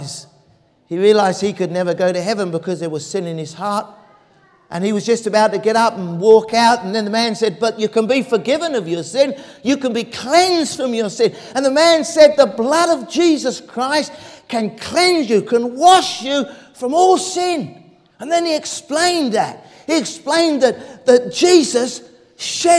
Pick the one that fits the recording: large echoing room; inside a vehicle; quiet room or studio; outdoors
large echoing room